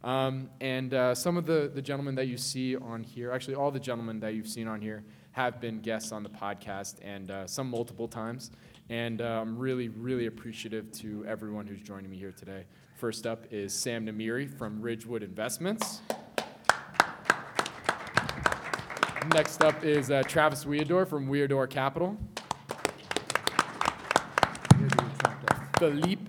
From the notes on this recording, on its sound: Planet MicroCap Showcase 2018. Planet MicroCap Podcast: LIVE!